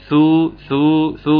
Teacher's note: تتأكد تماما ان لسانك بيطلع عشان نفرق بين ثو وسو